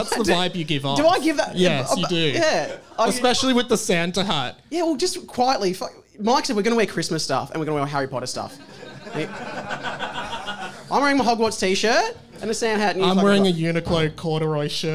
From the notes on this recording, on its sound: Live at the Cooper's Inn! Thanks for everyone who came out to the live show, it was amazing seeing you all there!